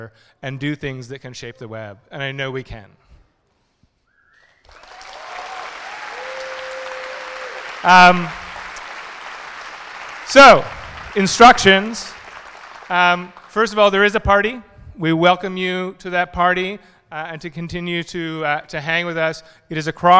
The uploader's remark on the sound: This is the #Airtime recording of the Mozilla Festival Sunday Keynotes in London.